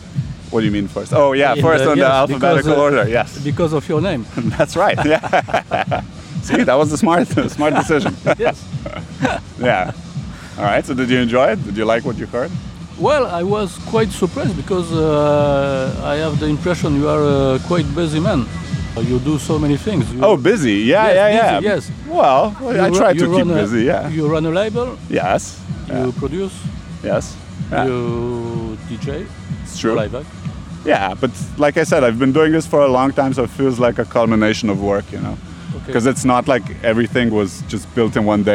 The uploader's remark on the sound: Sound recordings made in Slovenia, Ljubljana & Tolmin, on 16 July 2022 during the 4th edition of the electronic music festival, Butik.